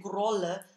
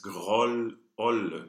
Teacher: And because we have this double L, this O is an open sound, so we don't want to get it too close · Shown in: second take · and say grolle.